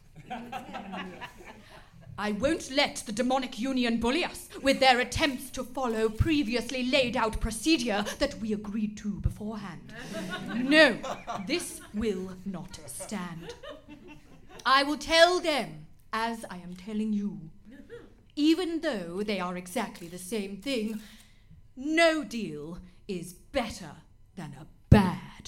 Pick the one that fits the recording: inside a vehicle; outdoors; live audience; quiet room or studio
live audience